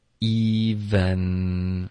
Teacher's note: Even 结尾的 n 呢，建议大家咬舌尖发这个鼻音